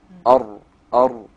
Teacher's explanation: لابد أن يلامس طرف لسانك، يلمس المنطقة اللي هي إيه؟ اللي هي اللثة اللي هي فوق أصول الثنا العليا. · Term: الراء